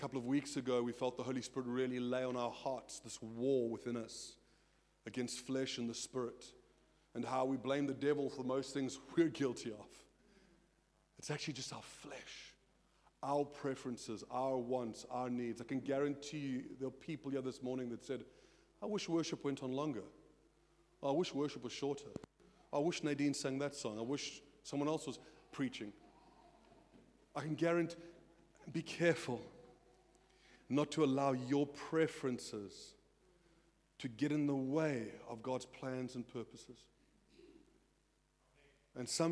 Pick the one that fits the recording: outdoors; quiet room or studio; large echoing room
large echoing room